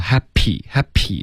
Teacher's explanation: 这个 p 的音可以稍微软一点， OK,稍微轻一点，不用爆破的这么用力